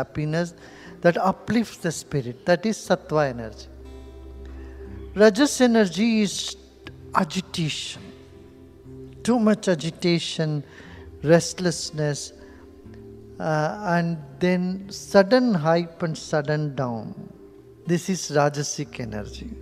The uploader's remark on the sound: Spain. Travelled to Mallorca for the first time, answering questions from the audience during a public talk.